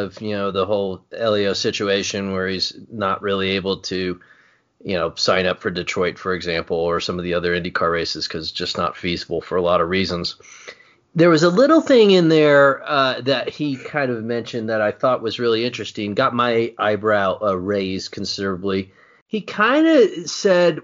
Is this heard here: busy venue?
no